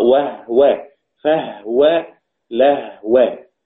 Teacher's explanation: طيب كلمة هو، هو الإمام السوسي عن أبي عمرو أحيانا يقرأ كلمة هو بضم الهاء، وأحيانا يقرأ هو بسكون الهاء، يعني يقرأ وهو فهو لهو. إذا اقترنت كلمة هو بالواو والفاء واللام فهو يقطعها بسكون الهاء